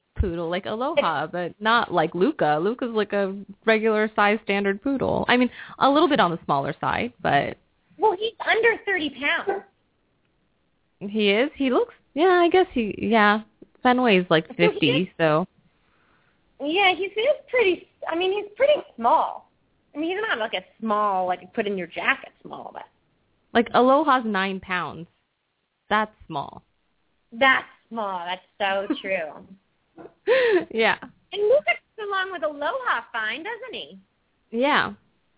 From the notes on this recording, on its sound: open up the lines for listeners to call